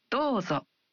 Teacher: When you say dozo, you say o in the vowel in do one beat longer.